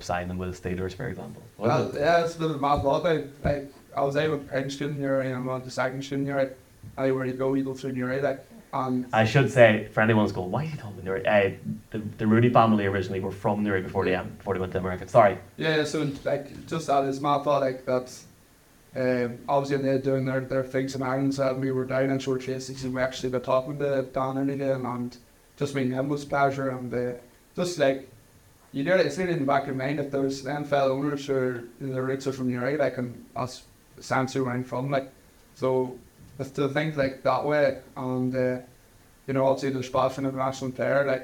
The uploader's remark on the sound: Live from the Hill Of The O'Neill in Dungannon.